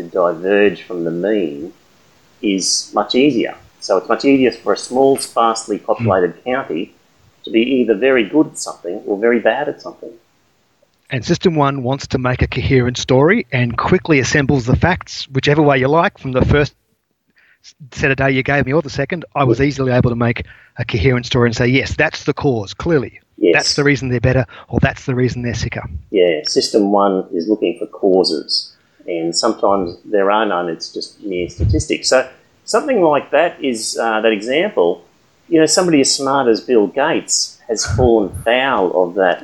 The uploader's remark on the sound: Sorry about the audio quality.